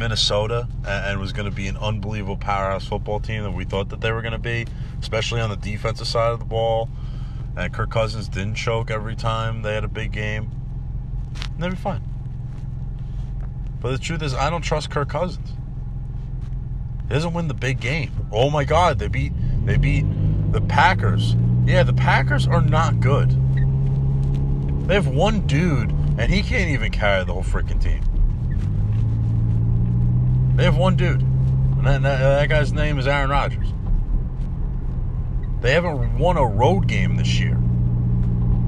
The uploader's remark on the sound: I rant on the game of football in my car